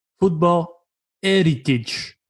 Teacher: Jose Mourinho never pronounces the H. He says football heritage.